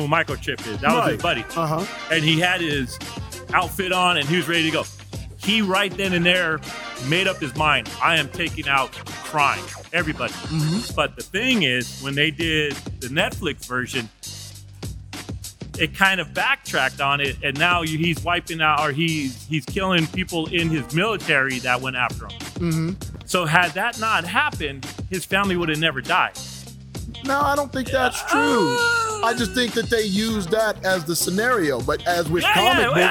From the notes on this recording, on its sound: Live from Lilac City Comicon in Spokane, Washington.